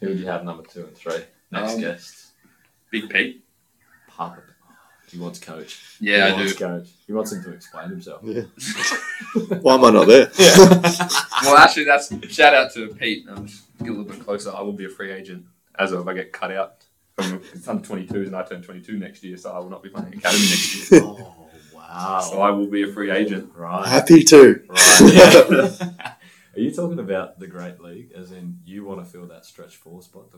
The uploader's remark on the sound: Yep the sound issues are back.